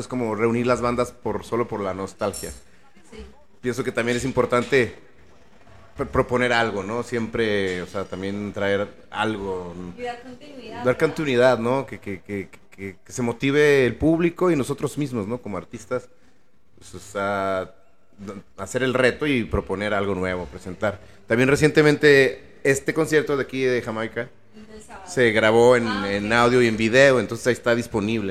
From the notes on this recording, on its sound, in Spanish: En vivo desde Jamaica Records